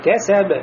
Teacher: В конце тоже будет аль-калькаля аль-кубра. Большое колебание